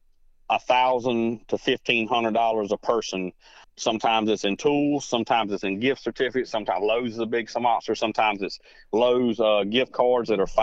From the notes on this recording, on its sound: So today, we have on the phone the director of that program. The Building Construction Program Director at Midlands Technical College in Columbia, S.C.